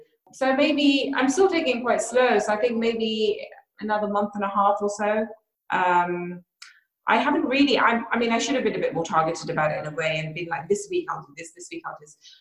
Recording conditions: video call